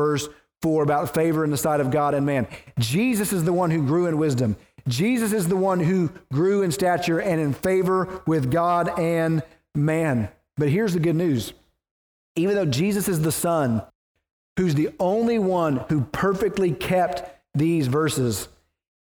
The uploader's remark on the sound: preached at the First Baptist Church of Naples